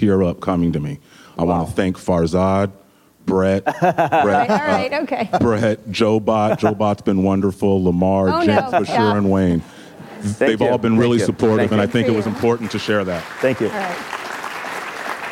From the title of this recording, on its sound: Live at Code 2018